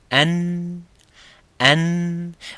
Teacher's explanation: juste derrière les incisives au début des dents et au bout de la gencive. Quand vous touchez la base de la gencive, touchez-la et dites N. · Term: Le makhraj du noun